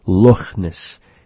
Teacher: He pronounces the CH in the word just like we do in Nuchalk, the kha sound. It's sort of a raspy sound, resembling slightly an H sound.